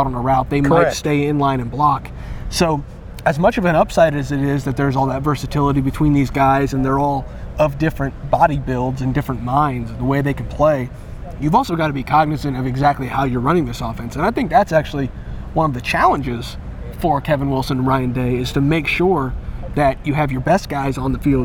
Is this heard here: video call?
no